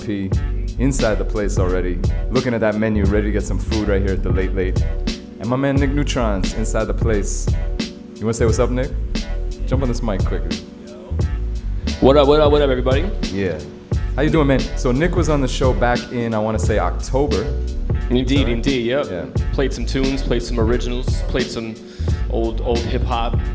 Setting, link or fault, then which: setting, busy venue